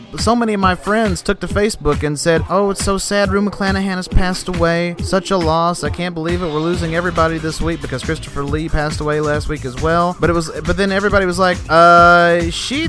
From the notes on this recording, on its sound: during the night of his concert at Knoxville's Tennessee's country/western themed night club the Cotton Eyed Joe